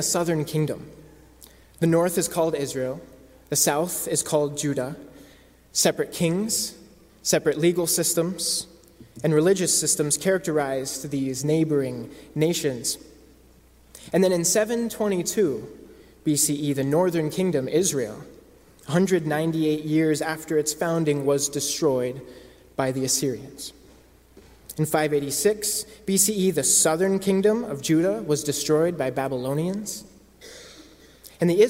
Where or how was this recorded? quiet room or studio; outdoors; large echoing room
large echoing room